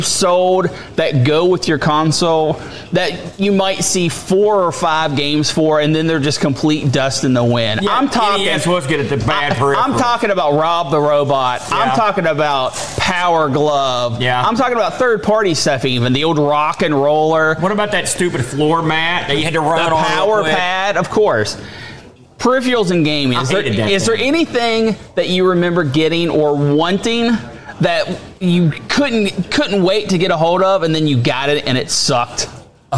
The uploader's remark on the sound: BOATFEST 2023! LIVE ON STAGE!